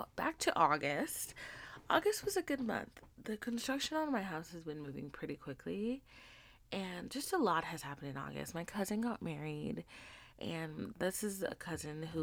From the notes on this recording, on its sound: Side note this is not my normal recording set up so the sound is not as high as I'd like it to beeee.